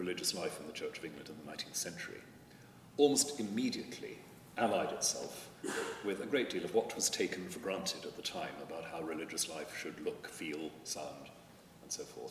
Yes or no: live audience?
yes